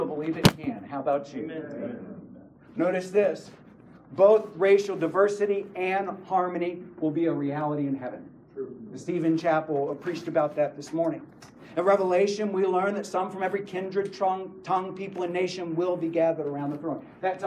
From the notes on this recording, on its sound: This session is from the Spiritual Leadership Conference in Lancaster CA.